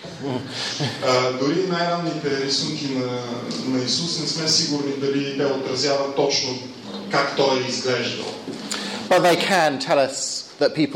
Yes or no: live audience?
yes